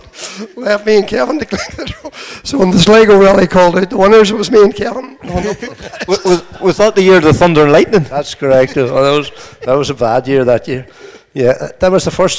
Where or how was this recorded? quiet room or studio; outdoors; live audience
live audience